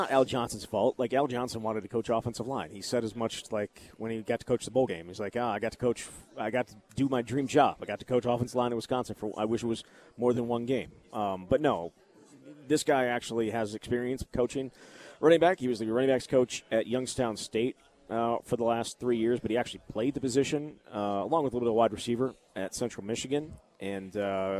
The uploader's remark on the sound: live at Monk's in Sun Prairie